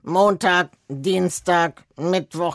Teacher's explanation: Jetzt nehmen wir mal eine sehr eng gepresste Stimme aus dem Hals. Montag, Dienstag, Mittwoch, ganz fest hinten, ja?